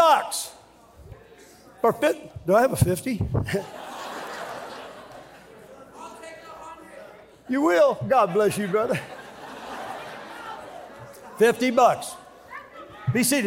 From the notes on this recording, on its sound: during the Tuesday Evening service of the 40th Annual National Youth Conference in Santa Clara, California